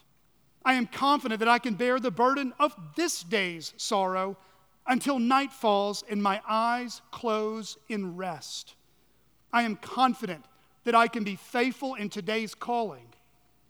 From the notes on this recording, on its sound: at Chaffee Crossing Baptist Church in Barling, AR.